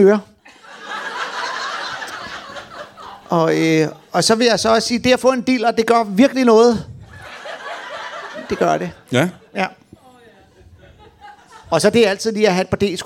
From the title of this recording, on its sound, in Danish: LIVE fra Ramsømagle forsamlingshus